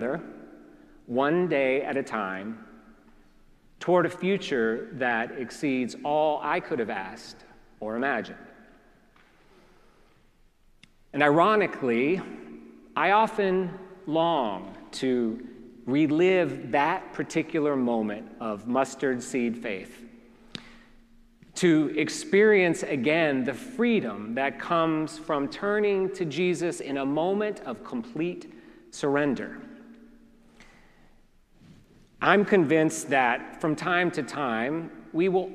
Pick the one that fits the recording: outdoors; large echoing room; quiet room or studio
large echoing room